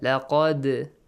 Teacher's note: Pronounce the dal with an echoing sound. · Term: qalqala